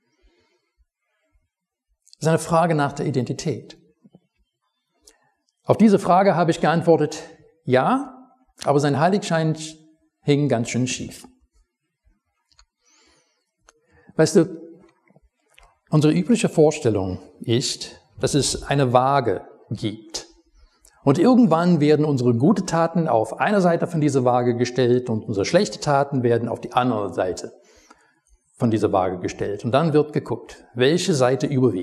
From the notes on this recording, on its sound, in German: Predigt aus dem Gottesdienst